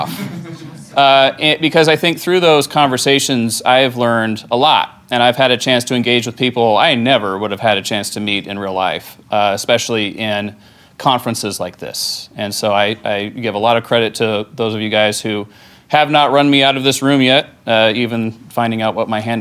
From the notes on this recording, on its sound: LIVE from Combined Sections Meeting